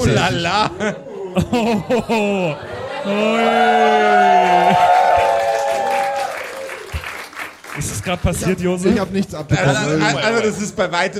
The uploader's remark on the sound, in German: Diesmal aber erstmals LIVE vor Publikum bei unserer Aufnahme in Nürnberg.